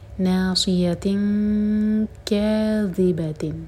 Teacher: کیف کے لیے جو زبان ہے ہماری پیچھے کی سائڈ اوپر اٹھتی ہے · Term: اخفا